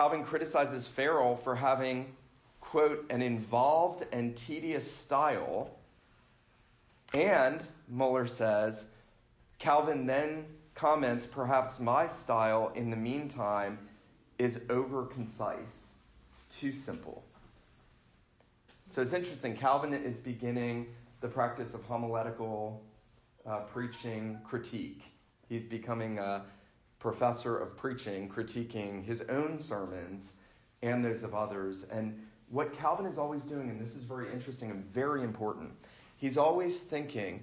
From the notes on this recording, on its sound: This lecture was given for Reformation Sunday at the First Presbyterian Church of Fort Oglethorpe, GA on Sunday morning, October 27, 2019.